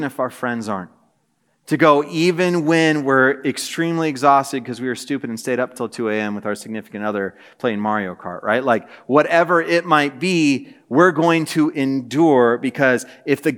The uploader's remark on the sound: This message was preached on December 7, 2023 at a Thursday Night Gathering of Coram Deo College Ministry.